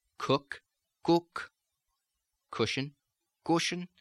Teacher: the O sound, as in foot, and we see that it goes, migrates slightly towards the U, foot, foot, but again does not go there completely.